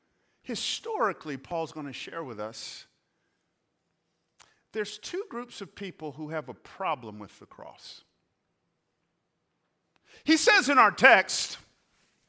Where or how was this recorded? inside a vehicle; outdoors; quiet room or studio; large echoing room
large echoing room